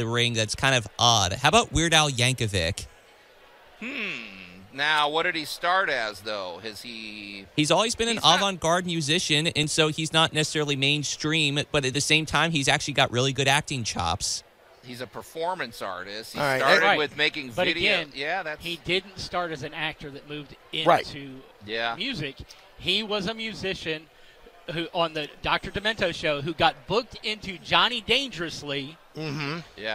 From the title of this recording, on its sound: Live From The Agricenter